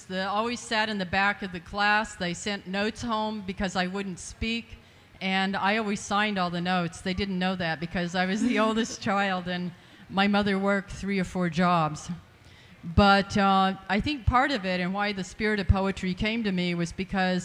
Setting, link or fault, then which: setting, live audience